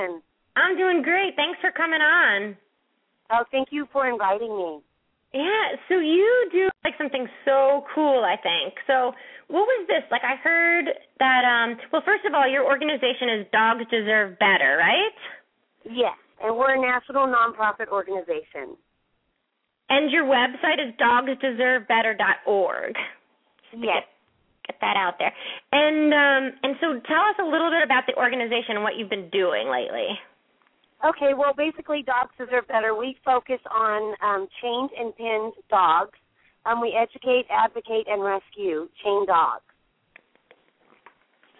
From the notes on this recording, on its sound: open up the lines for listeners to call